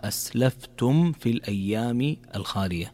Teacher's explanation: فإذا جاءت عندنا ميم ساكنة وبعدها حرف الفاء يكون الحكم هنا إظهار، فتظهر من غير إضغام · Term: الإظهار الشفوي